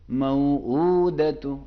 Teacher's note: यहां जबर के बाद अलिफ की आवाज नहीं, खींचेंगे तो अलिफ की आवाज आएगी, तो यह नहीं होनी चाहिए।